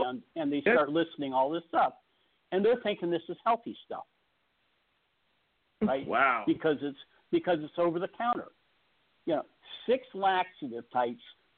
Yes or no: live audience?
no